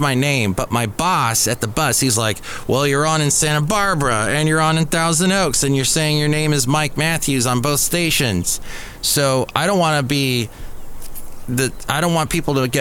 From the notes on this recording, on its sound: Podcasts live from Café Anyway.